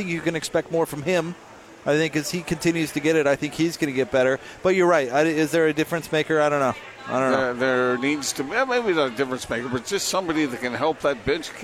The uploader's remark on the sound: LIVE at The Road Home mediathon